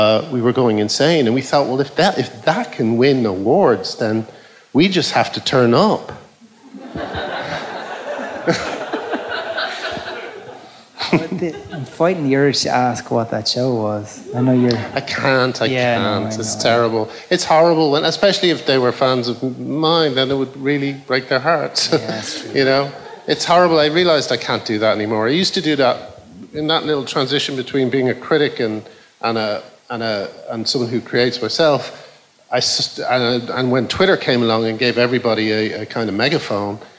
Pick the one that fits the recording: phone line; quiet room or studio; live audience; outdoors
live audience